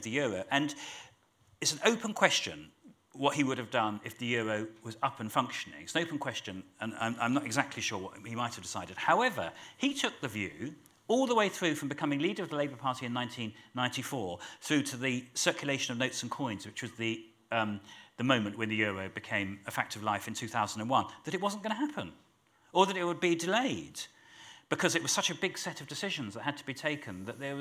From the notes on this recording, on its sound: Live at the Politics Festival. Live at the recent Kings Place Politics Festival.